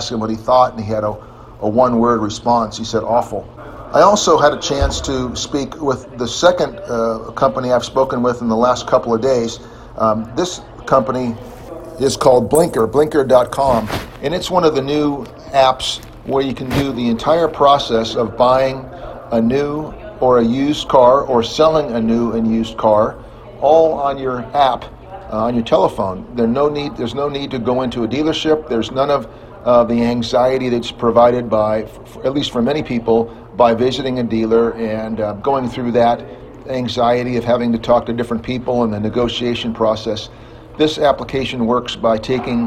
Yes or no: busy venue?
yes